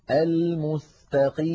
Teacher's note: المستقيم لابد من ضم الشفتين عند النطق بالميم الأولى وإعادتهما إلى وضعهما الطبيعي عند السين